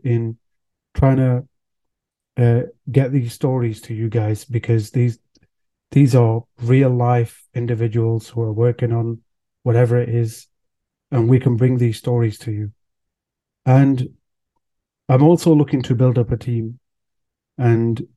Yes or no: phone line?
no